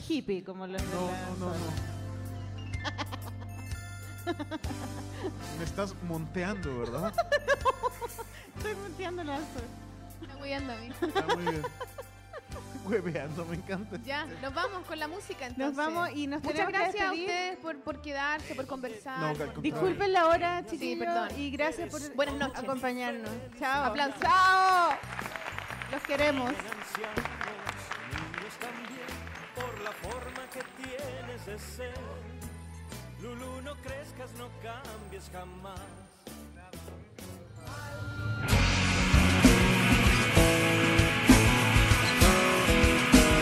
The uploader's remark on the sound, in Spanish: Nuevamente con público. Los tres invitados del V Encuentro de Ilustración y Cómic de La Reina este 2017. Al final respondieron algunas preguntas de los asistentes.